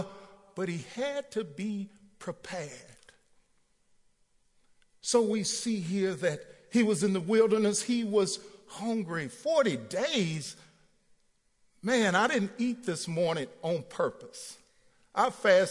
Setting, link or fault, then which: setting, large echoing room